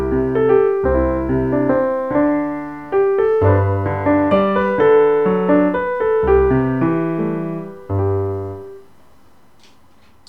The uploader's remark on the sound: Audio podcast of morning service